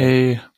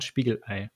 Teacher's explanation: Heißt nicht Spiegelei, sondern Spiegelei. Die Stimmritze, wissenschaftlich Glottis, schließt sich kurz und lässt dann schlagartig Luft entweichen. · Term: Glottisschlag